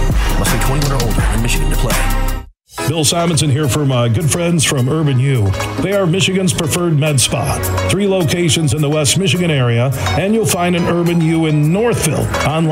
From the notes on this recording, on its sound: Today we're broadcasting live from the Grand Rapids Boat Show happening all weekend at DeVos Place in Downtown Grand Rapids. Throughout the show we were joined by some of the great folks connected to the boat show.